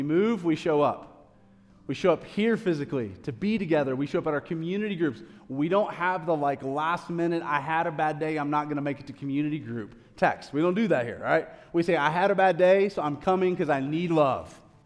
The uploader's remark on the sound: A live recorded sermon from the Sunday gathering at The Heights Church Denver on 09/24/23.